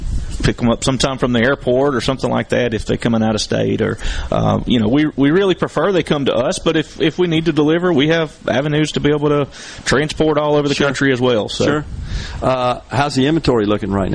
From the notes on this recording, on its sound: LIVE from The Collins Christmas Festival